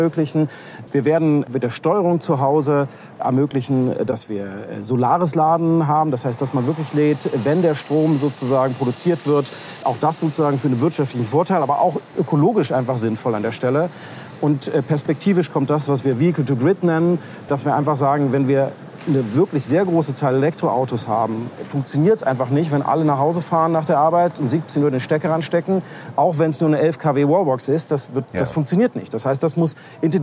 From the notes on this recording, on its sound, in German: Rundgang über das Greentech-Festival. Erlebt mit mir Elektromobilität hautnah – in der ersten Greentech Festival Spezial-Ausgabe.